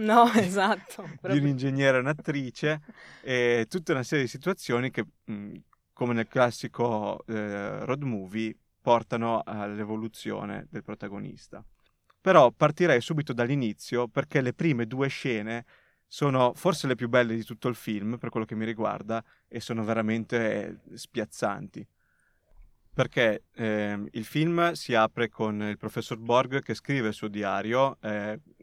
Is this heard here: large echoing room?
no